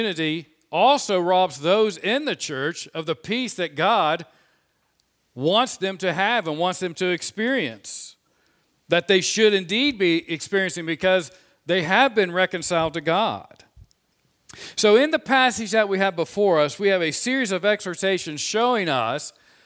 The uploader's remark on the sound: This sermon was preached on Sunday, April 25, 2021 from the pulpit of Grace Community Church in Berea, KY.